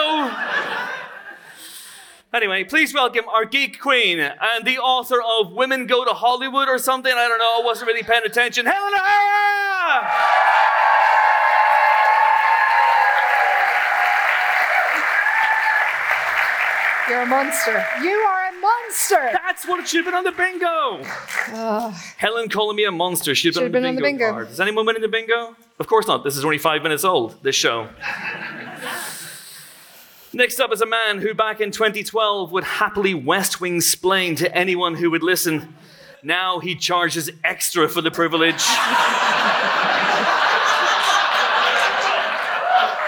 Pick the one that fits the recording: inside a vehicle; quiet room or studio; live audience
live audience